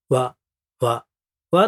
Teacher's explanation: W わの音は唇で作る音なんですが、ただ前に出さずに喉に戻してやるのが大事だと言っております